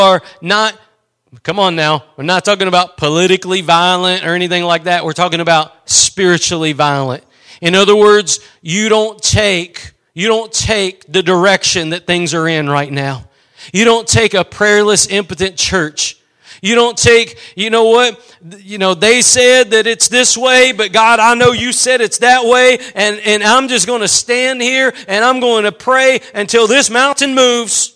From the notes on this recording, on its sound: Preached at Gospel Lighthouse in Bossier City, La.